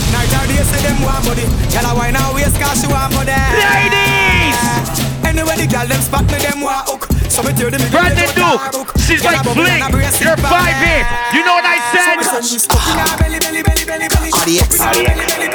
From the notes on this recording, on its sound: Live Audio from the Youngest & Baddest Duo at "WUK U" !